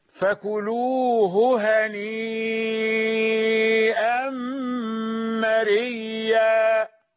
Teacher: هي كانت مريئة، أبدلت الهمزة ياء فالتقت بالياء التي قبلها، فأدغمنا الياءين